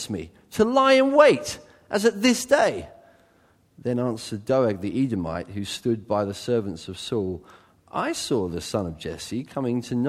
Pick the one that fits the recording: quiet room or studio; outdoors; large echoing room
large echoing room